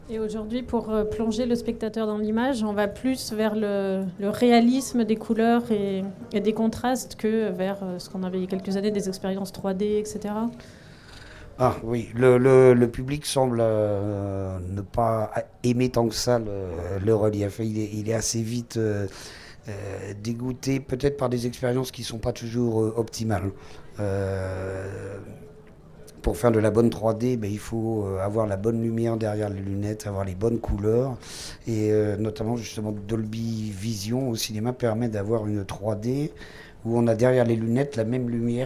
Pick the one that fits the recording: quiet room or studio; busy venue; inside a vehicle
busy venue